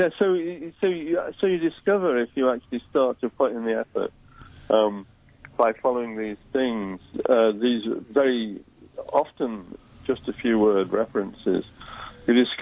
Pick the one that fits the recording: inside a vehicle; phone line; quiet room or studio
phone line